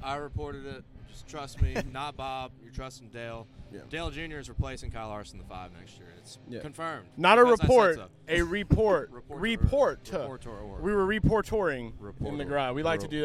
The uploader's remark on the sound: Garage Talk LIVE and in-person from Daytona International Speedway during Next Gen Testing.